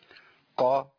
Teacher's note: وقلنا ان القاف من صفاتها الشده انقطاع الصوت، والجهر انقطاع النفس يعني مقطوع الصوت والنفس، والاستعلاء يعني مفخمه بيستعلى اللسان من اقصاه